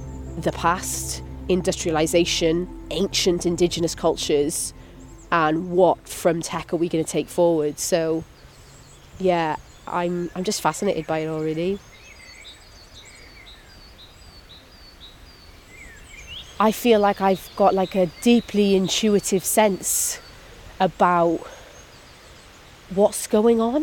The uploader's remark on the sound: We walk and talk in the countryside. For our first wander we're in a wooded Welsh valley.